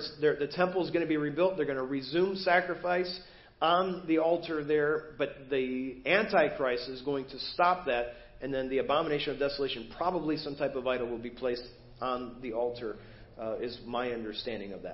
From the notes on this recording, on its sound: Preached at First Baptist Church of Hazel Park